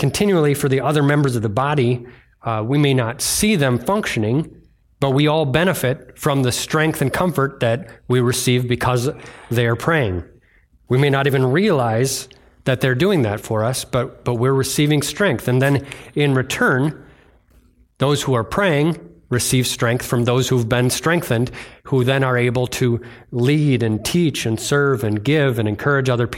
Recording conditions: large echoing room